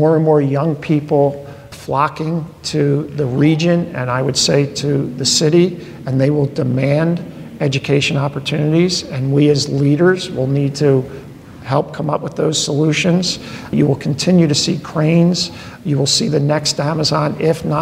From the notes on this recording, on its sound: In front of a live studio audience at their spacious and welcoming facility known as Independence LIVE.